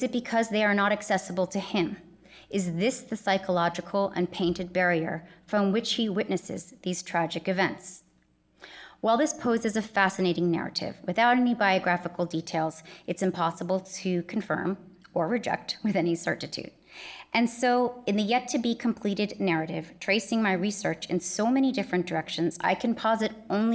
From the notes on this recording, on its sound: In this lecture held on April 22, 2019